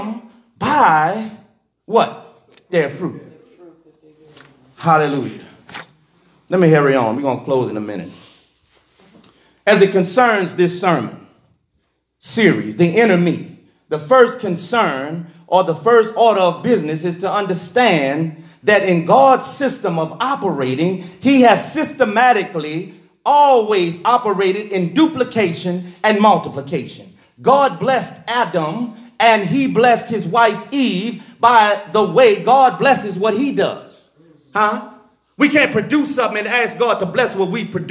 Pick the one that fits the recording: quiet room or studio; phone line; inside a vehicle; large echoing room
large echoing room